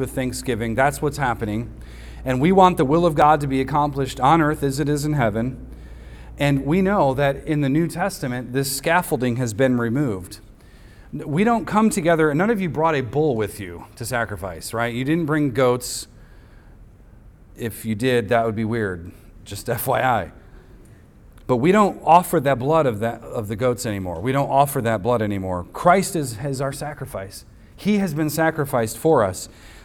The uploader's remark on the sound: recorded on Sunday, June 25th, 2023, at the weekly worship gathering of Cross & Crown Church.